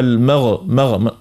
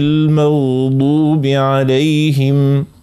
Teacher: أيضا نحرص على السكون كيف في كلمة كما تعرضنا كل يوم في الفاتحة في صلواتنا كما المغضوبي، نقوله المغضوبي مش نقوله المغ، خاطر الغين مش من حروف القلق، لا ما نعملوش كالقلق هذيك ترعيدة · Shown in: second take · المغ لا، نعطيه صفة الرخاوة.